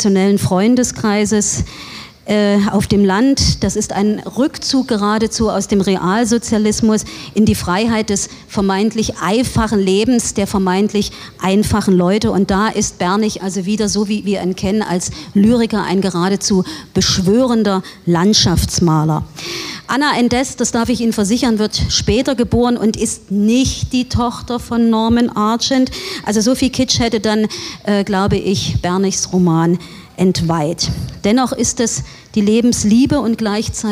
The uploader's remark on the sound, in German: Das Literarische Trio auf dem IfS-Sommerfest 2023 in Schnellroda